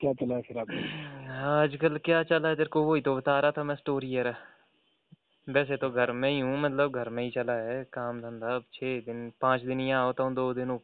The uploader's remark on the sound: A phone talk